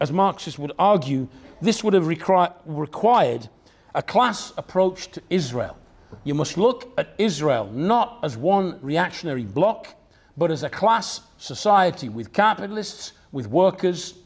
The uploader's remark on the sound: talk from Revolution Festival 2019